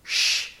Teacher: That does not have any vibration in the vocal cords, the sh sound. You can try and put your fingers on your vocal cords and you will see that there is no vibration whatsoever. · Term: voiceless sound